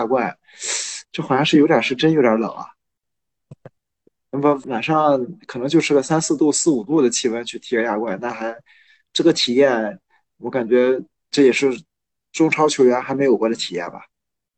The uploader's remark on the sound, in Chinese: 这两期节目条件所限使用在线会议软件云录制，效果不好请见谅！